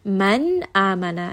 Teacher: So just to confirm, we're going to look at the next letter, and the next letter is hamza, which is huruf al-halqiyah, so it is from the throat. So here we're going to say a very clear noon sound, man amana, and give it a little bit of tawassut as well.